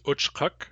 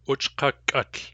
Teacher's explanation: When we add utl to that stem, the K of the stem hardens. Uchkuk ends in a plain K, uchkukuk has a hard K.